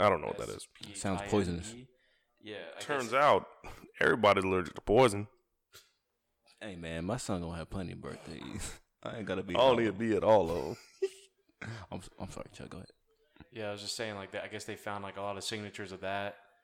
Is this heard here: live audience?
no